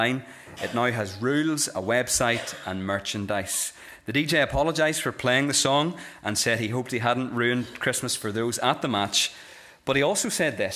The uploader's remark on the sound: This is the recording of the epilogue given at our Christmas Candlelit Carol service